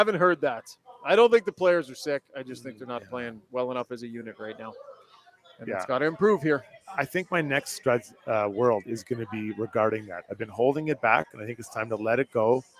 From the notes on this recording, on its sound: the show is presented live from Longshotz Indoor Golf & Sports Bar